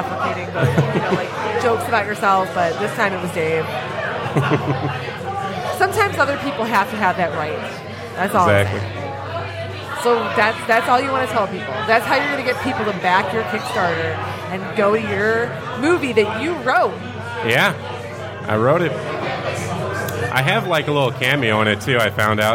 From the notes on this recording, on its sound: Live from Falling Down Beer Company